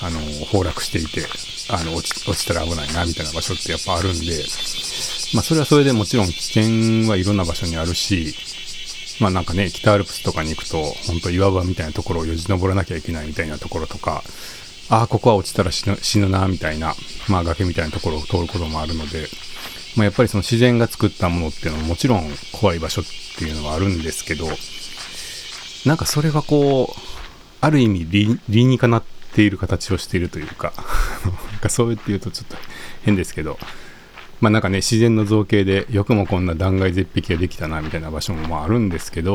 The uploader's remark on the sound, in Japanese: 公園や森の収録。015夜の公園はヤンキーよりもセミが怖い。